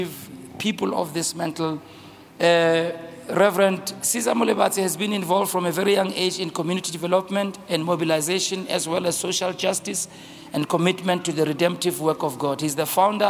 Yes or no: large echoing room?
yes